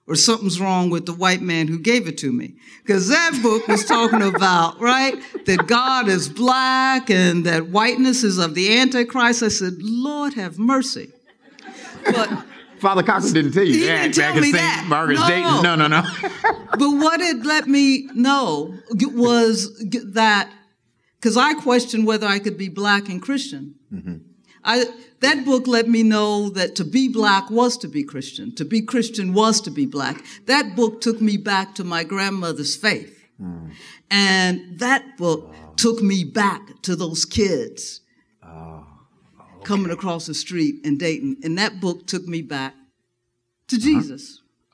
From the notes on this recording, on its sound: From our live show at Rooted in Jesus in Atlanta.